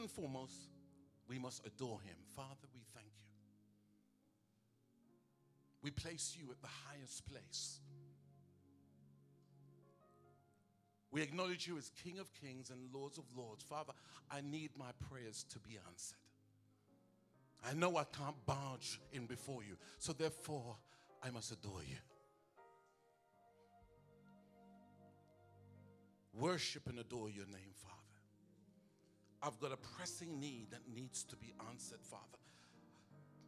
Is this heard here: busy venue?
no